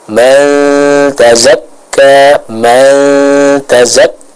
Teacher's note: ikhfa juga harus dimasukkan ke dalam hidung. Jadi jangan sampai kita baca ikhfa, tapi suara yang samarnya itu hanya di mulut.